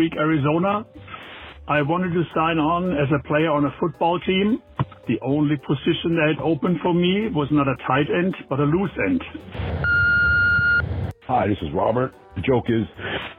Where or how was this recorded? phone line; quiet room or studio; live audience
phone line